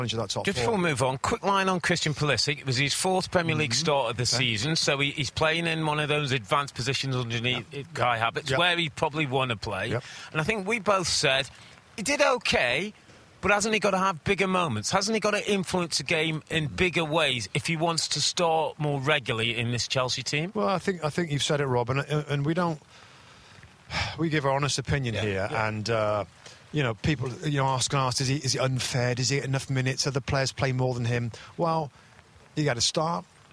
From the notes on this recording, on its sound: Special U.K. Trip Edition: Live From Elland Road.